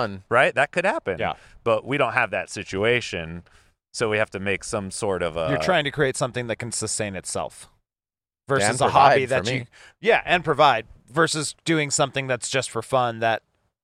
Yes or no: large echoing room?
no